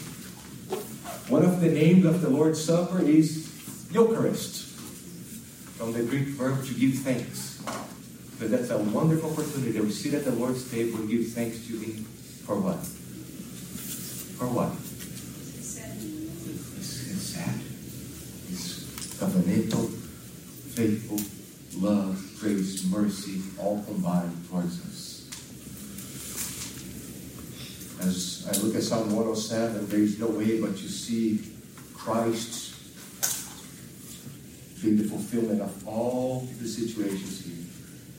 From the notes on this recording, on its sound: During this weeks sermon we experienced audio & visual difficulties. As a result of these technical issues several minutes of audio & video were lost at two points in this message. The final 15 minutes approximately are low quality audio recorded from the back of the room.